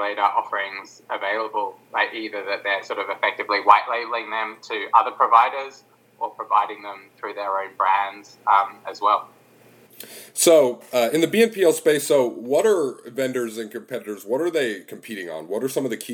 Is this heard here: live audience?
no